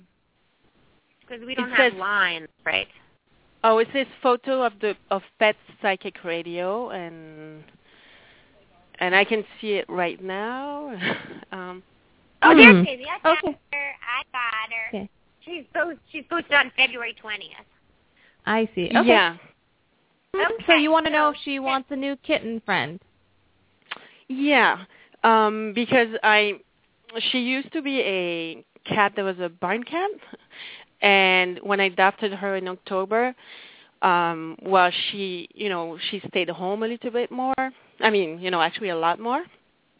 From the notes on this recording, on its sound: open up the lines for listeners to call